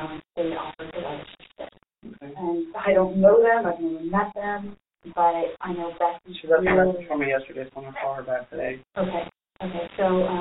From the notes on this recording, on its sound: This interview was not played in a main episode because the audio quality is almost unlistenable.